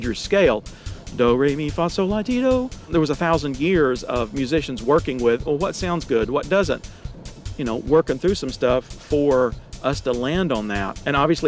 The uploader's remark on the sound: in my car, again!